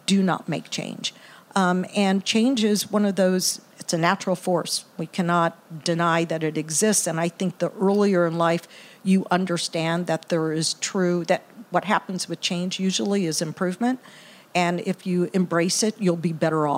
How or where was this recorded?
busy venue